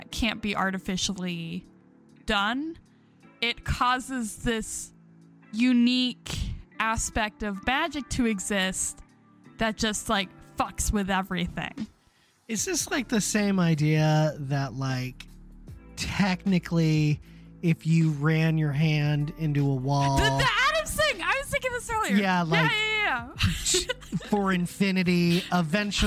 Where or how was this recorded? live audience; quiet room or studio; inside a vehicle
inside a vehicle